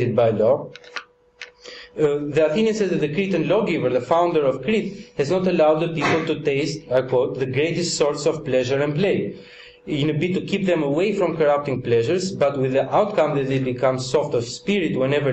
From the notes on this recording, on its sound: Part of the Politics in Strange Places conference held n Oxford University, September 2010.